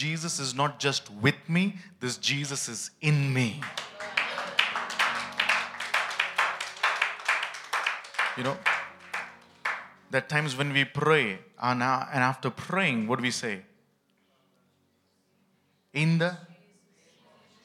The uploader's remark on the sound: ministering at HISnearness Church, Bangalore at the Celebration Service